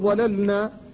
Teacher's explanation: اللام ساكنة قبل النون، وهما متقاربان في المخرج، فلا بد من فكها حتى لا يقع الادغام، وهذا الفك دون قلقلة